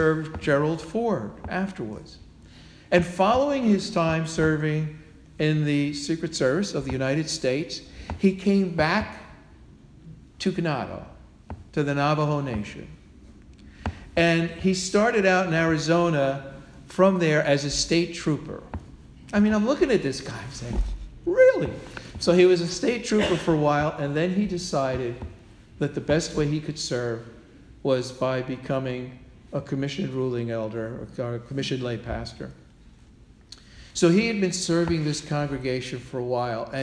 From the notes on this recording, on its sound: Sermon delivered at All Souls Parish Presbyterian Church.